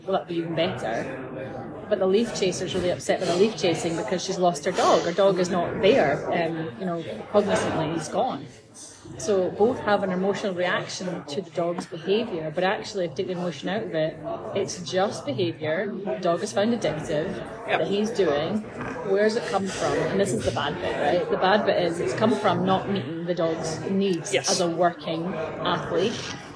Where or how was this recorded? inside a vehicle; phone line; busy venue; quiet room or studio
busy venue